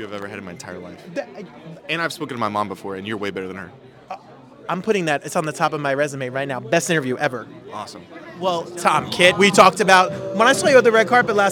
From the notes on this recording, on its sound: live on the red carpet!